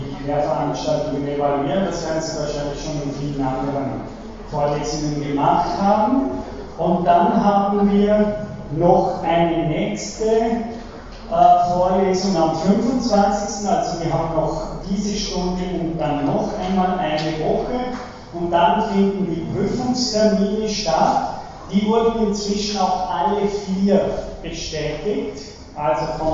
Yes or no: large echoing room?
yes